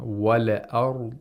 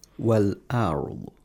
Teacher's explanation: The lam is ساكن. There should be no قَلْقَلَ · Shown in: second take · وَلَأَرْضُ That's incorrect.